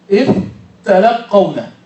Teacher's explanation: يقول إذ تلقون، يضع شدة على التاء، إذ تلقون، فيجمع بين ساكنين الذال الساكنة ثم تاء مشددة، والتاء المشددة أو الحرف المشدد هو حرفان أولهما ساكن. · Term: الجمع بين الساكنين